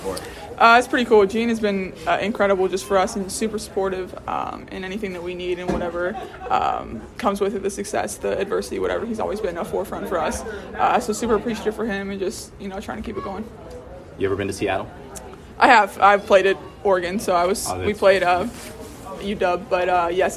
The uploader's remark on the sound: Uncut audio primarily from Ohio State press conferences, but also from individual interview sessions. It's a joint press conference.